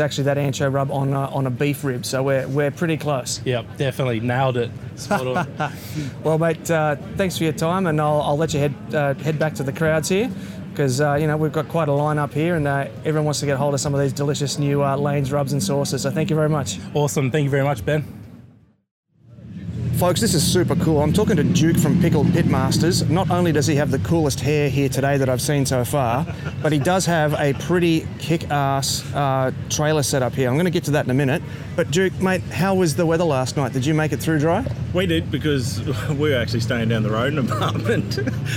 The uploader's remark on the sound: This episode was recorded at the Fabulous Burleigh BBQ Championships, the jewel in the crown of competition BBQ in Queensland.